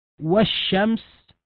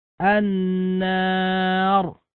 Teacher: وكيفية الإدغام أن تجعل اللام من جنس الحرف المدغم فيه، فتجعل اللام في نحو والشمس شينا، وفي نحو النار نونا، وهكذا. ونلاحظ أن اللام هنا أدغمت في الحرف الذي بعدها، فنطقنا بهما كالحرف الثاني مشددا، واللام لا تنطق إطلاقا.